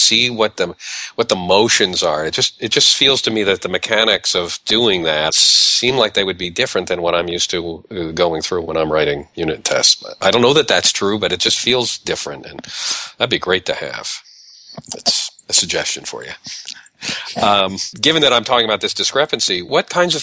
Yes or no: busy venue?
no